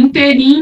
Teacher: ela não é oxítona, ela é proparoxítona